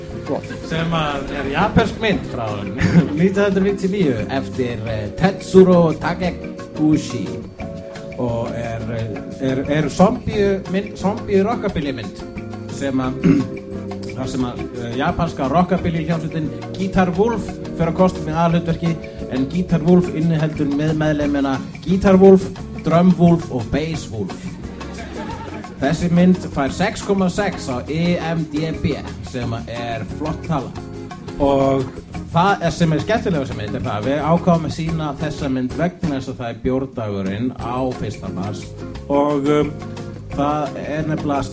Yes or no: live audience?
yes